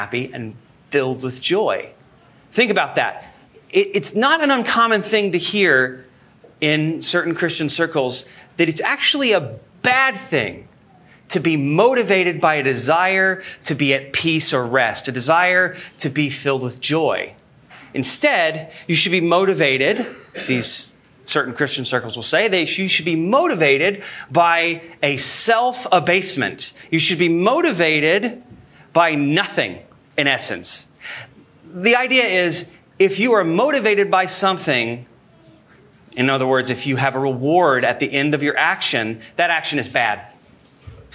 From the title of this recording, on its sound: Sermon Recorded Live